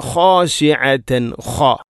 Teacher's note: തൊണ്ടയുടെ ഏറ്റവും മുകൾ ഭാഗമാണ് ഖ എന്നതിൻ്റെ മഖ്റജ്